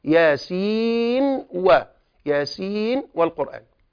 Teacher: نحن نقرأ برواية حفص، حفص لا يفعل شيئا إلا أن يظهر نون سين، النون التي في آخر سين